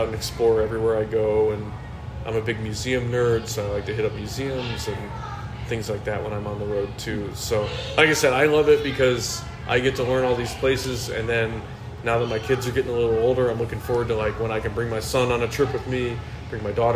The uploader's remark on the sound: We recorded at a downtown bar in early April during opening week of the brand new 2023 regular season and just a few hours following the postponement of a Cubs-Reds game due to rain.